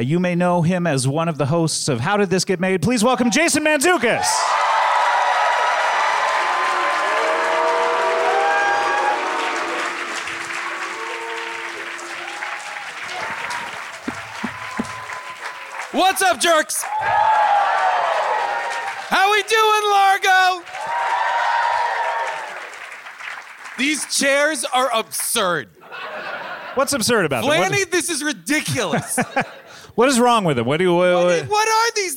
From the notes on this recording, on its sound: Recorded live from Largo at the Coronet in Los Angeles.